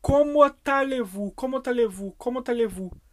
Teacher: O som do T ele se une ao som do A, desse allez.